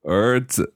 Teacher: So 儿子, that's going up. 儿 is second tone.